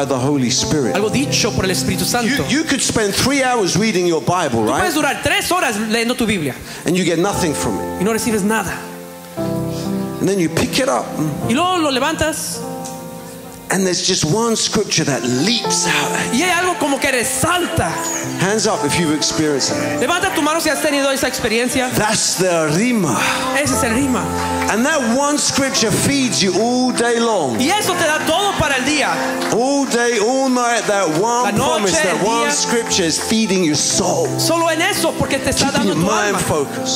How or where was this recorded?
live audience